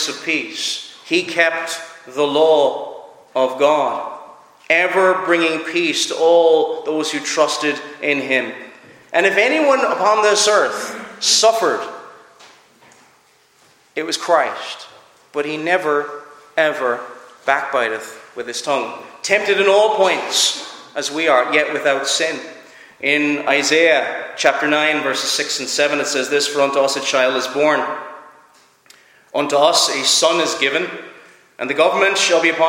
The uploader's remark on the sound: Preached at Clare Reformed Presbyterian Church